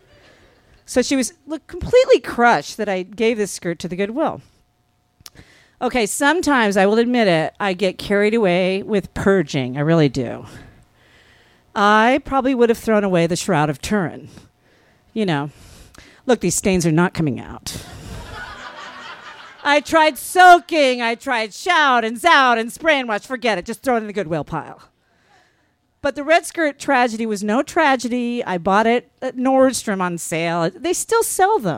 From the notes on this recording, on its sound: This story was recorded live on 6 May 2017 at Tiger!